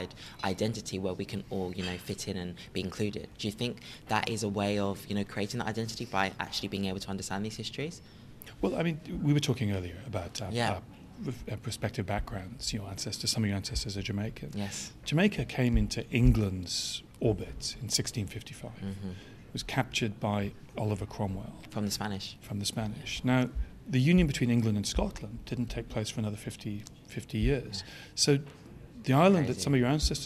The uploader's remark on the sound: Recorded at the Citywire Wealth Manager Conference & Awards